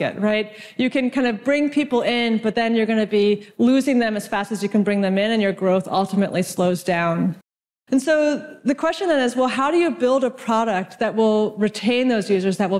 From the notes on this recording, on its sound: From the IRL Traction Conference in Vancouver.